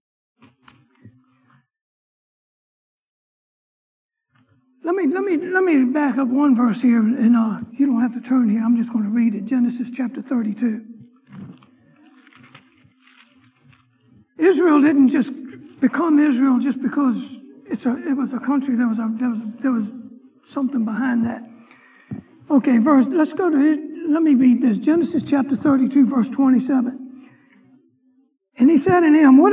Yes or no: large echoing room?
yes